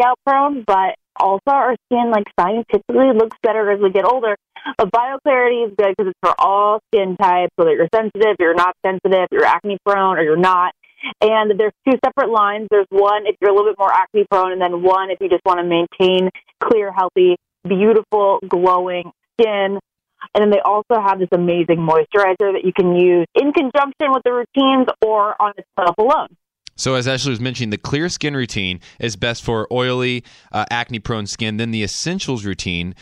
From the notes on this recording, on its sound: call in to share some great news!